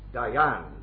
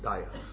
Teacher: Because it's a principle of Hebrew pronunciation that when you have that you always emphasize the last syllable · Shown in: first take